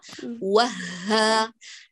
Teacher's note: وها من أقصى الحلق أتيت بها بتقريب الوتران الصوتيان · Term: الهاء